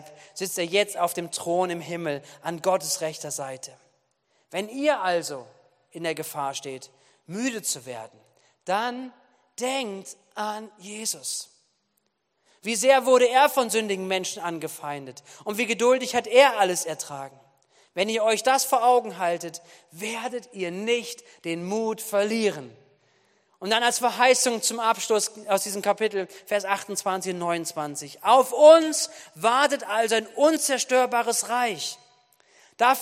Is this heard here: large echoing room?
yes